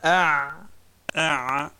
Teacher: العين يجري فيها الصوت ثم ينقطع